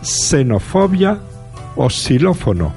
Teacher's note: ha de pronunciarse simplemente S si va al comienzo de la palabra. Digamos, por lo tanto, xenofobia o xilófono, aunque se escriban con X.